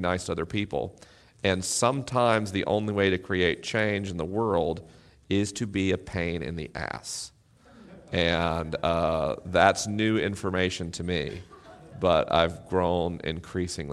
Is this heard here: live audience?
yes